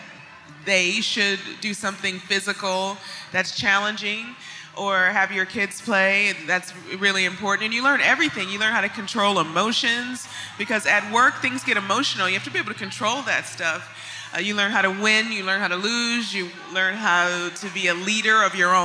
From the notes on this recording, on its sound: Live from Vision Summit. This minisode is coming live from the first ever Create & Cultivate Vision Summit. Took to the main stage for a keynote conversation.